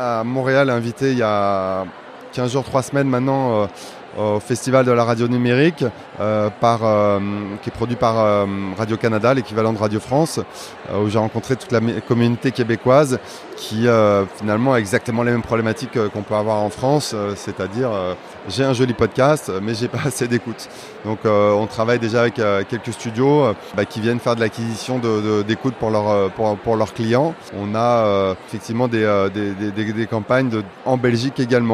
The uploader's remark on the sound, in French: Episode spécial enregistré live au Podcast Show 2023 de Londres. This is a special episode of 2goodmedia recorded at the 2023 Podcast Show in London, which is the largest international podcast industry festival in its second edition. Enregistrée lors du London Podcast Show.